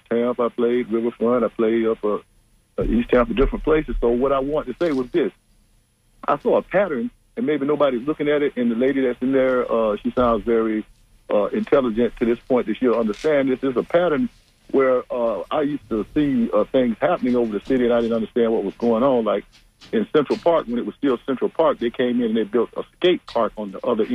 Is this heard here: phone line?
yes